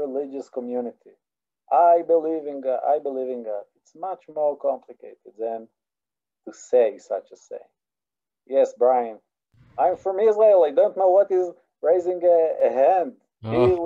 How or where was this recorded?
video call